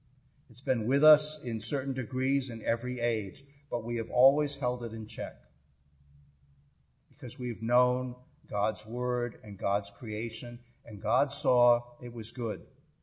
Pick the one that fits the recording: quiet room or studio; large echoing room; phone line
large echoing room